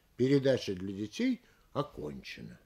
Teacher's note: Делаем понижение на последнем слове.